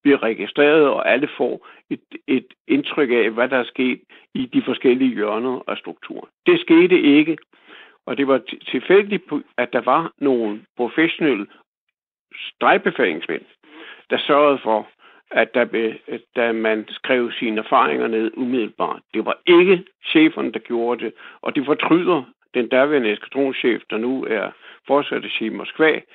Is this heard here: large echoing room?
no